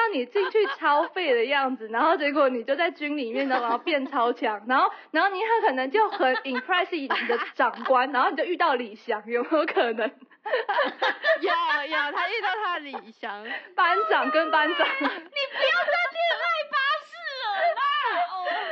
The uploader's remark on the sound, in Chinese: 在這裡我們先跟音質魔人道歉。